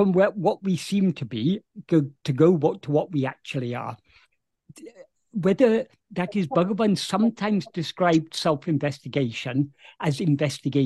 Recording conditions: video call